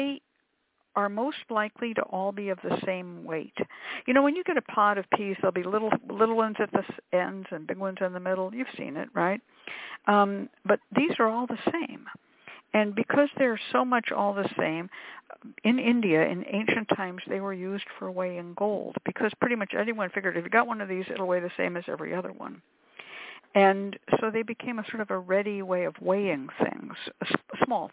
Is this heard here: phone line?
yes